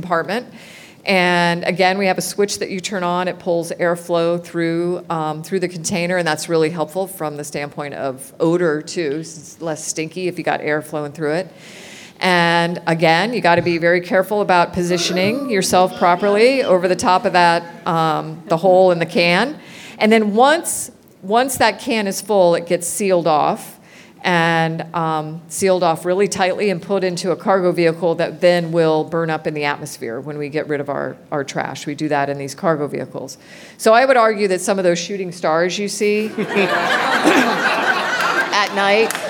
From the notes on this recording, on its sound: fields questions from kids at a live taping Friday from the Orlando Science Center